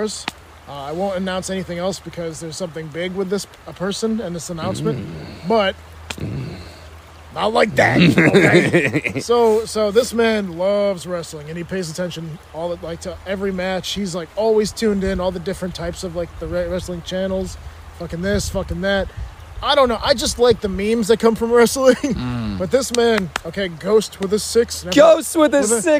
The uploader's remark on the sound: recording in the woods, but this time, it's winter